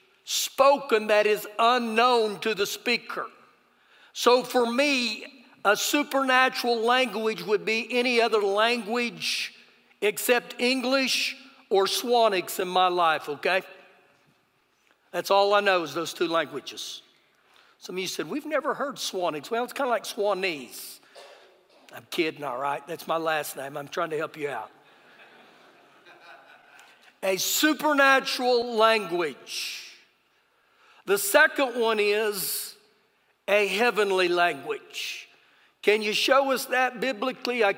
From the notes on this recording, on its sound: Recorded live during our Sunday morning service